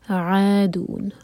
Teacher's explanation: عین حلق سے پڑھنا چاہیے